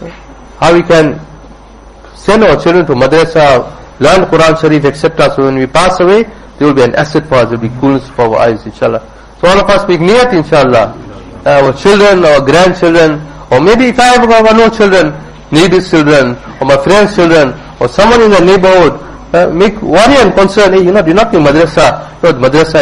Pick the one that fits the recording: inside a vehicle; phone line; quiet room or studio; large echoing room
large echoing room